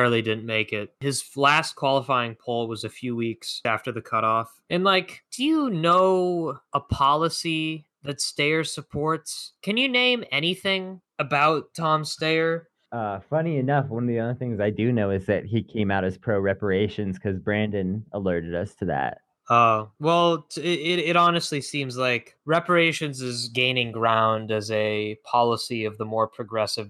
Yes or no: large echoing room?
no